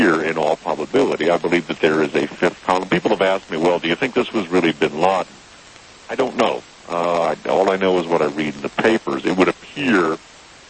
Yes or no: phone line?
yes